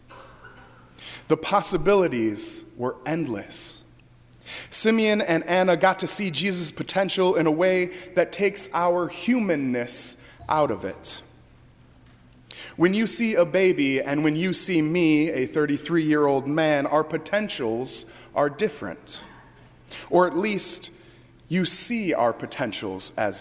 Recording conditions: large echoing room